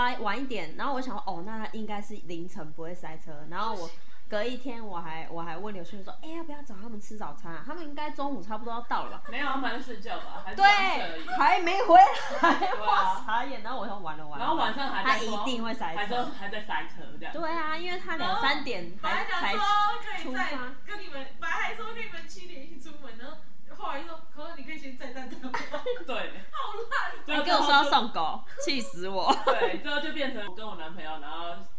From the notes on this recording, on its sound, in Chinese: 雖然音質爛炸。